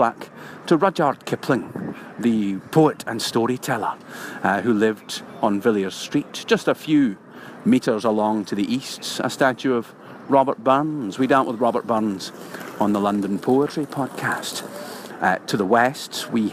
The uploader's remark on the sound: This podcast was recorded on location in London.